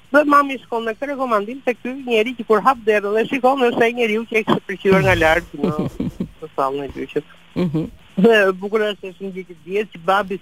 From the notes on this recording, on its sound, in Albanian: E ftuar nëpërmjet një lidhje telefonike për “Live From Tirana”.